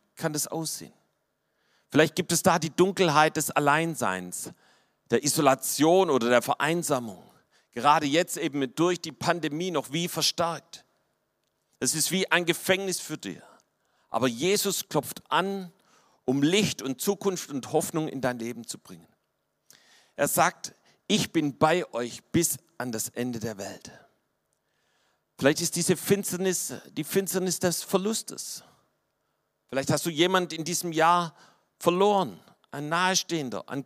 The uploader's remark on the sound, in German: vom Weihnachtsgottesdienst am 24.